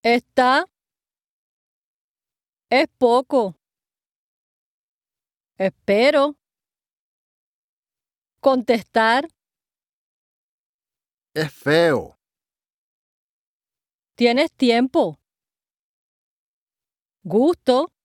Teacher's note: In other areas, especially the coastal areas, the Caribbean countries and parts of the Southern Cone, the letter S is pronounced as an aspiration, much like a soft H of English, or even dropped altogether, especially if followed by a consonant. This very common practice is called eating S's, comerse las S's.